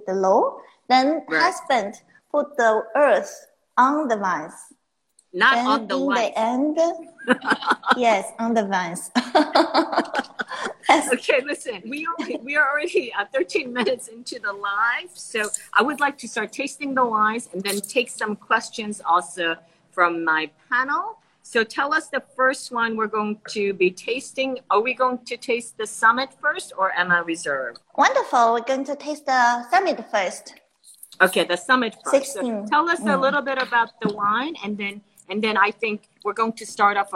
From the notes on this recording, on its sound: recorded on instalive during the pandemic